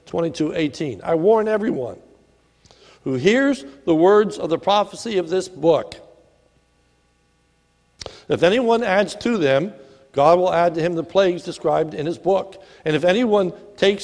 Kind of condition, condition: setting, large echoing room